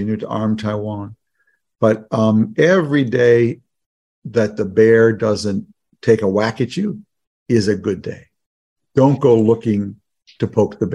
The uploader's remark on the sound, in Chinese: 本集節目內容取自遠見雜誌團隊線上專訪錄音